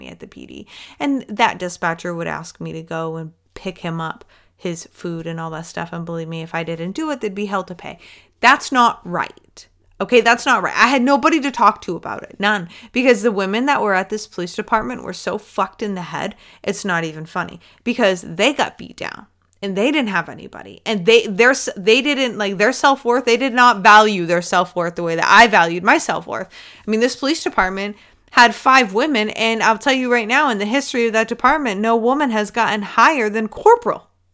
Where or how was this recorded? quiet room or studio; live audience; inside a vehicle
quiet room or studio